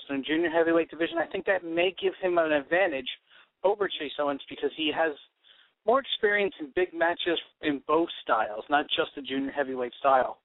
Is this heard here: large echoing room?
no